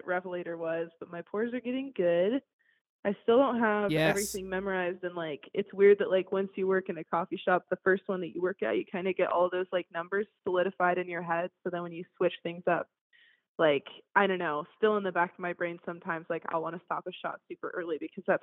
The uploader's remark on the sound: take calls from listeners all over and go live on Instagram as well